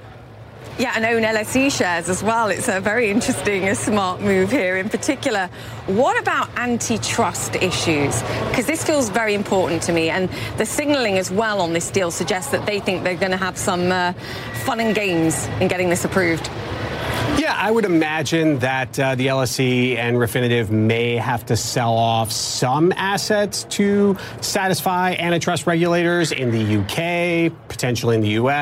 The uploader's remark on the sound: is live from the New York Stock Exchange